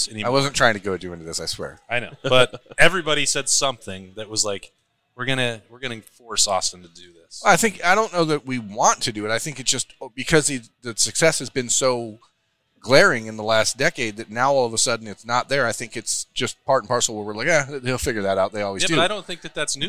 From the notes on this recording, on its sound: THE Podcast is at Roosters on Olentangy River Road in Columbus for another episode of THE Live Show